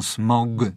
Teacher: Wiele osób ze szczególną mocą podkreśla dźwięczność wygłosowej, tak się fachowo powie, spółgłoski, mówią smog, nas męczy.